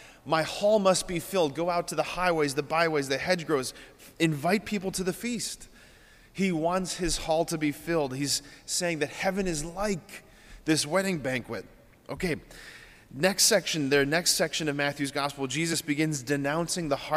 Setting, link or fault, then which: setting, large echoing room